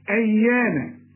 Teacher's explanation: الياء هنا مشددة لكن لا تغن